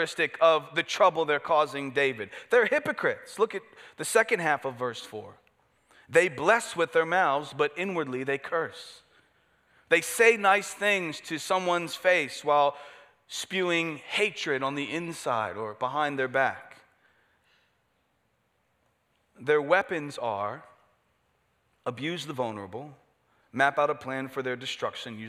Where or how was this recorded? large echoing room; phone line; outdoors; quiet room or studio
large echoing room